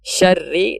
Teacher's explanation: syari ditekan sedikit supaya tasydidnya tidak hilang. Karena kalau kita enggak kasih naber, ya, menekan suara di ro, bisa jadi ro-nya kurang sempurna terbaca.